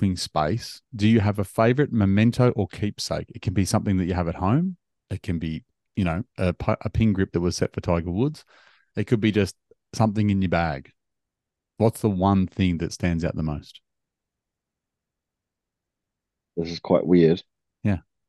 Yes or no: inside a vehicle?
no